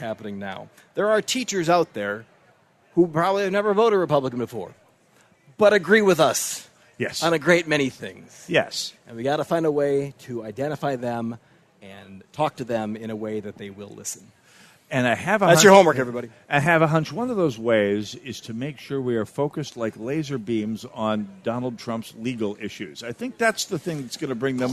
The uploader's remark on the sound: Live From MN State Fair.